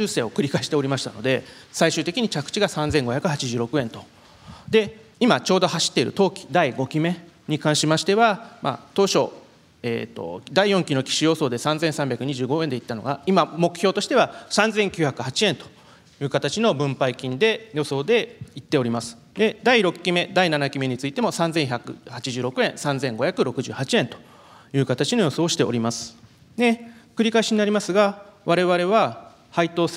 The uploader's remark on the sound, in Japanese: 東京証券取引所で開催した「J-REITファン2018」に登壇した